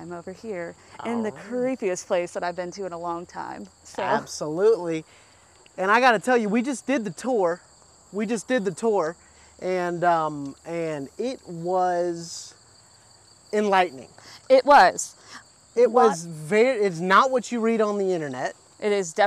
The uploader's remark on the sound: Podcast Filmed AT Lake Shawnee. Are on location in Princeton, WV at the amusement park where they were given two hours to be on the property alone!